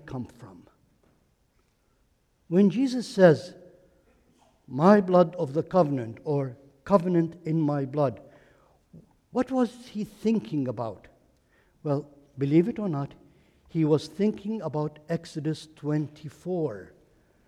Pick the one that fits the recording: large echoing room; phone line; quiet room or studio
large echoing room